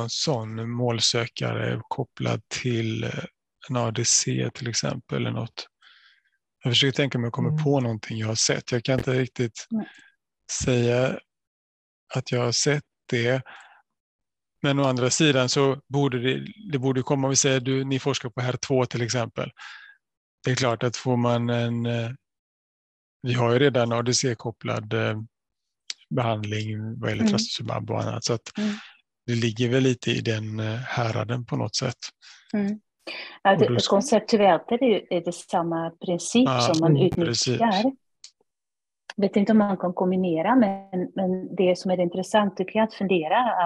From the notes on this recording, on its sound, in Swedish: Ljudinspelningen från SOF:s webbinarium